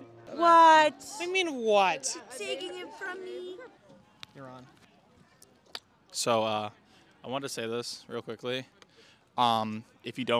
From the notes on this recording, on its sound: Enjoy these highlights from mic'ed up members of the UNH Marching Band during our 2023-24 Road show!